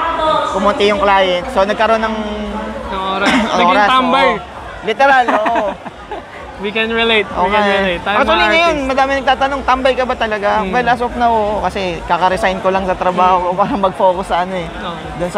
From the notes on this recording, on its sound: Interview at Kwentoon Festival 2023